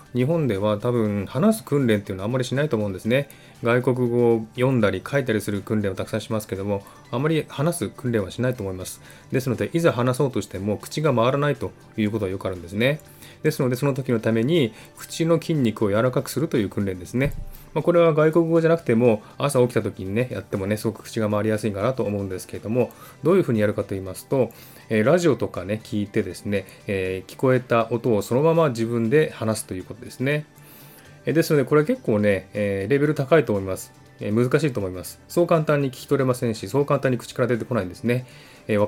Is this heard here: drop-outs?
no